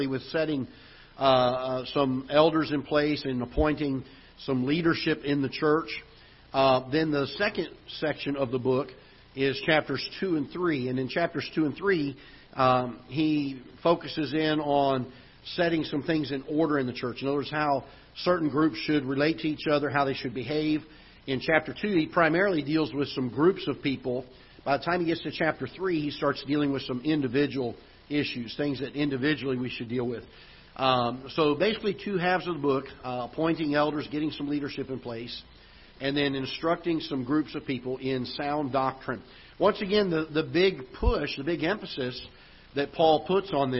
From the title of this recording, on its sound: Ketha Heights Baptist Church ~ Live Broadcast